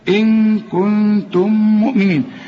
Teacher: ثلاث غنات عندك، إن كنتم، واخد بالك النون الأولى والثانية ما تستعملش فيهم لسانك أبدا، إن كنتم مؤمنين، والميم الأولى بتضغم في الميم الثانية ولازم تغني